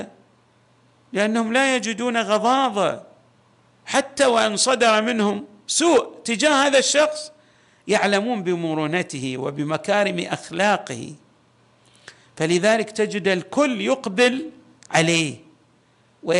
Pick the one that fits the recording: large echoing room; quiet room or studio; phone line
large echoing room